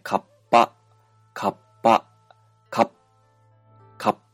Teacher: 両唇で、えー、息を急に遮っているのがわかるでしょうか · Term: P の音